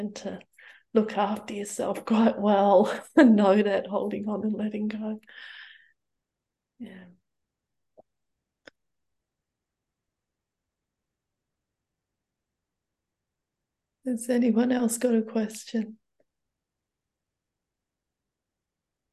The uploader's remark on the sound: Due to an international audience, these weekly Tuesday night teachings are happening via Zoom from Bodhinyana Monastery.